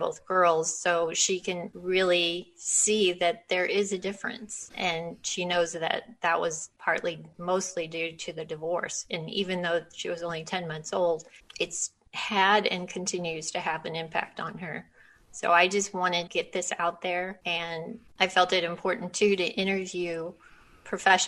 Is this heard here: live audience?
no